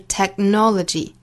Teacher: Tech,后面的 k 的发音注意不要后面拖音哈，不是 technology,而是 technology。Technology.注意这个 k 后面跟辅音的前鼻音嗯来连，相当于是前面一个爆破音连后面的辅音了啊，所以前面的爆破音一定不能爆破十足，不是 technology 而是 technology 相当于是在这个位置憋这么一下。